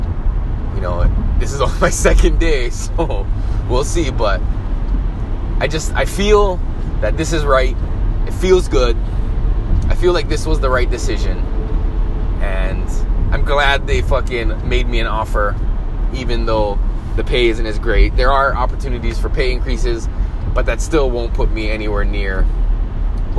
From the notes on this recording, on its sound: Back to the grind means back in the mobile podcast studio. Here's another SOLOcast, recorded on my way to work.